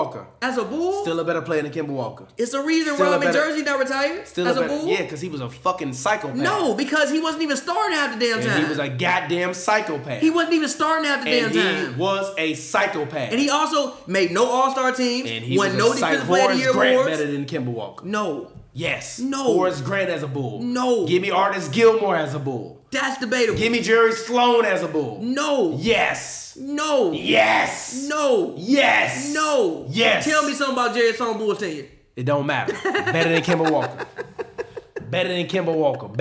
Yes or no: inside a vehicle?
no